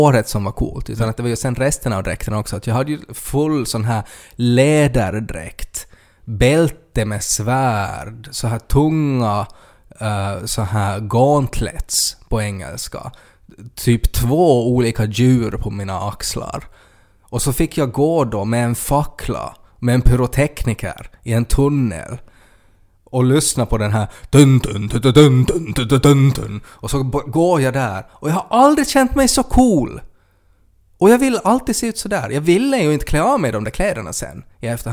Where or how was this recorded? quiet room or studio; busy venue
quiet room or studio